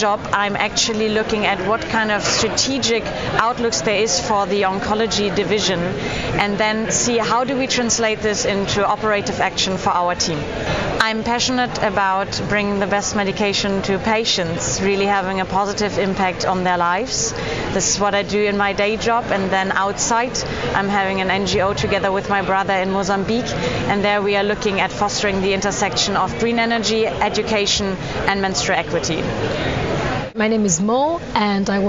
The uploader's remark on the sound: Live from One Young World Summit